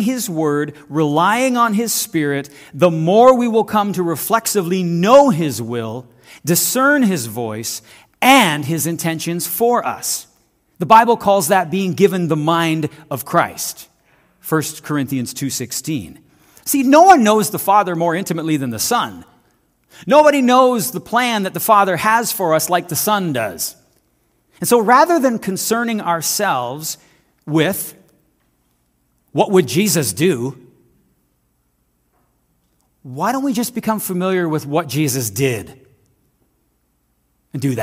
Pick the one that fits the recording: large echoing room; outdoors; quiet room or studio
large echoing room